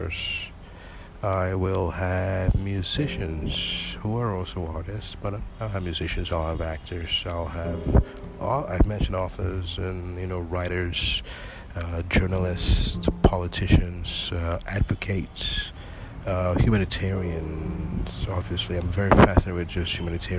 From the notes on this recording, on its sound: Sat down on the balcony, opened the recorder. Expect it to be poorly done.